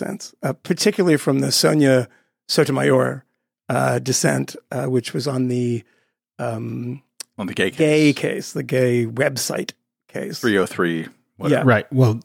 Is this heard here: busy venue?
no